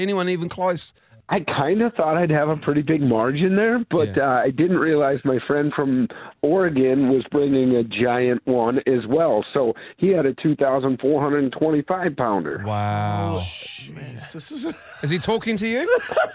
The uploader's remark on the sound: joins us on the phone